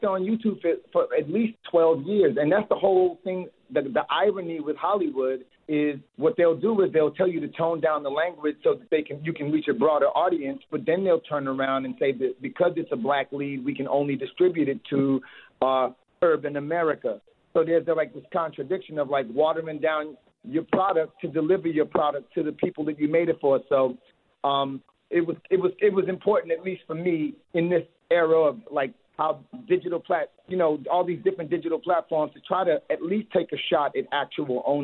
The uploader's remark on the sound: Call. We opened up the phone lines.